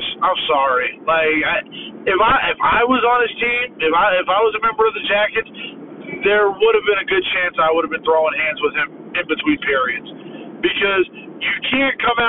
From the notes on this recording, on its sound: flying solo recording in his car